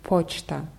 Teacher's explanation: Da ist die Betonung auf O, deswegen hört man es auch ganz deutlich.